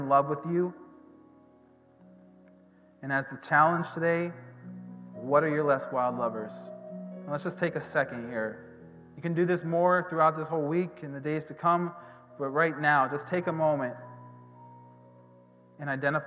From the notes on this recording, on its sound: This recording is of the whole service (excluding worship).